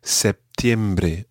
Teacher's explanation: people say septiembre and have a small P sound in the middle